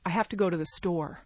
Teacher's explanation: If I say something like, I have to go to the store, the most prominent word in that sentence is the word store. It's a noun.